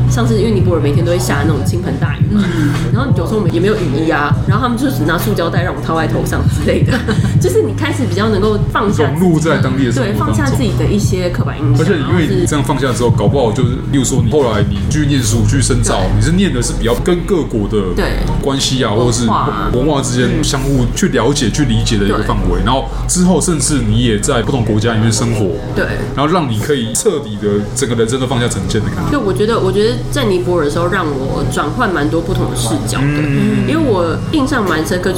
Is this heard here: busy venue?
yes